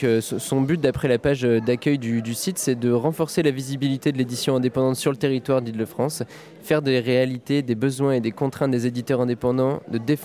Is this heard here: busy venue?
yes